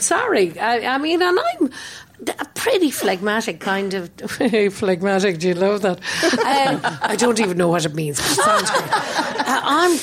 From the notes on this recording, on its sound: We recorded this in front of a live audience at King’s Place in London.